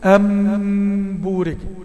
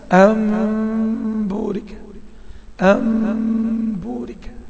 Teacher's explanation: الإطباق عندي خفيف جدا جدا، وبالتالي الميم مش واضحة زي الميم اللي مطبق فيها الشفتين إطباقا كاملا · Shown in: second take